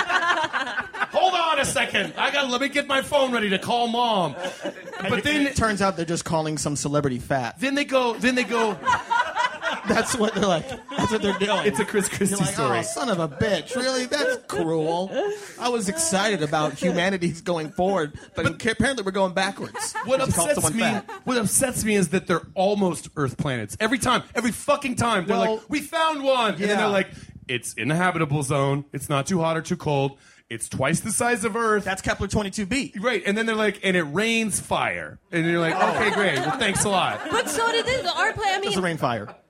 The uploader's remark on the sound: Live From SF Sketchfest. At the SF Punchline.